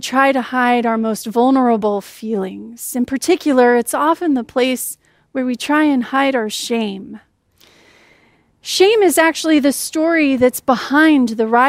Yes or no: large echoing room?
yes